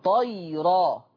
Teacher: حفص ما بيقولش ألف بعد الطاء، ما فيش بعد الطاء ألف، وبعد الطاء ياء لينة طيرة، عشان كده كتبت حذف الألف بعد الطاء وياء لينة بدلا من الهمز.